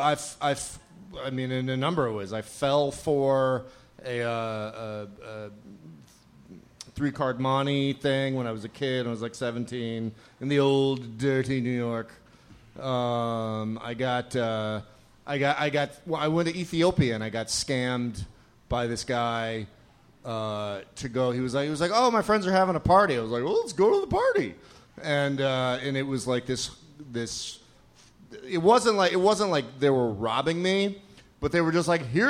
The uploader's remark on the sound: Ask Roulette is a conversation series in which strangers ask each other questions on stage. This excerpt is from our July show at Housing Works Bookstore in New York City.